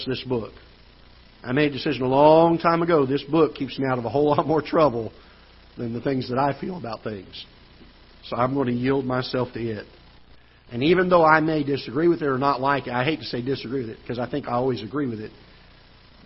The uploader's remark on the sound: Ketha Heights Baptist Church ~ Live Broadcast